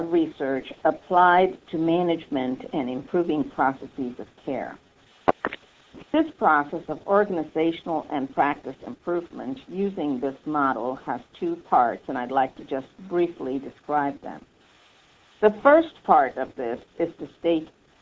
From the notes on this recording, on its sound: July 2005 Author in the Room® Teleconference